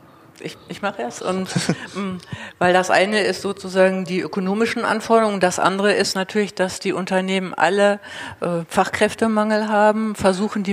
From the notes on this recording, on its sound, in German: Diese Folge wurde live vor Publikum im Hutmacher in der Utopiastadt aufgenommen.